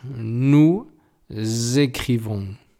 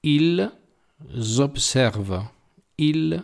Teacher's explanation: las formas del plural al acabar en s, esa s, si el verbo comienza por vocal o h muda, habrá que pegar esa S al verbo y hacerla sonora · Term: la liaison